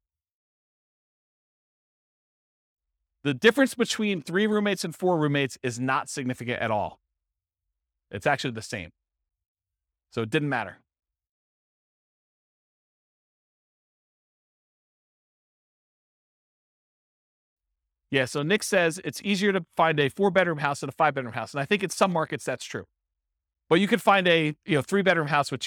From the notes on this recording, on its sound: This was a live class recorded